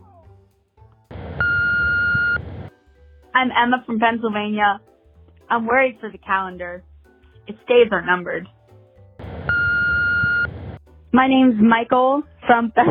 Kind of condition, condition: link, phone line